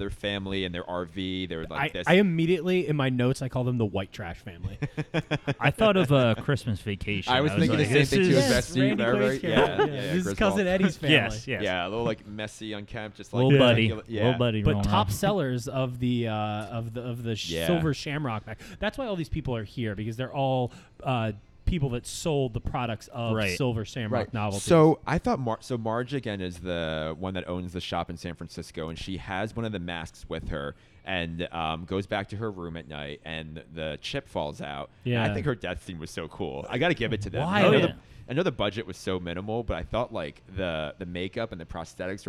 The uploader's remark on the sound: LIVE FROM BREWERY ARS